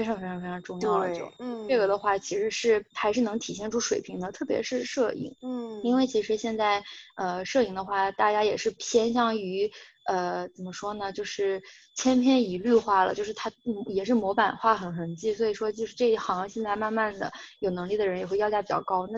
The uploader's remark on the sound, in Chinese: 这期节目因为网络连线有杂音。